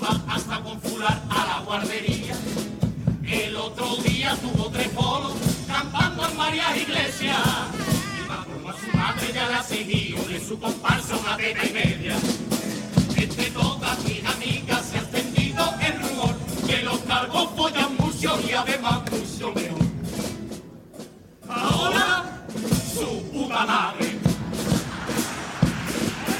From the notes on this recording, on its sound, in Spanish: En las preliminares del COAC 2024. En directo desde el Gran Teatro Falla de Cádiz. En Onda Cero Cádiz.